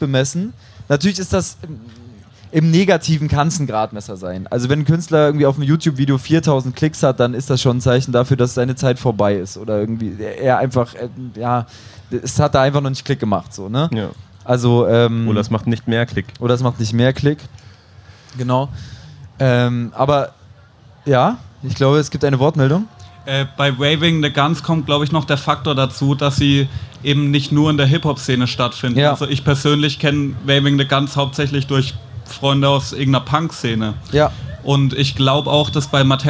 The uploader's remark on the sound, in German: live vom Splash Festival